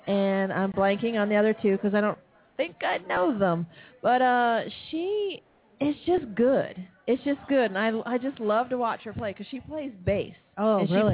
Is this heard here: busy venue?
yes